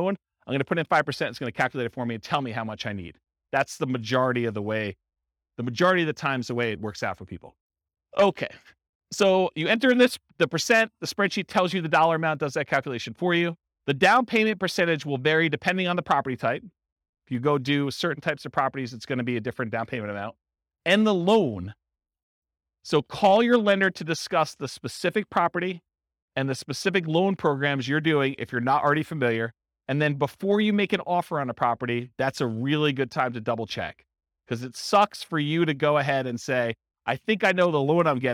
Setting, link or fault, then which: setting, live audience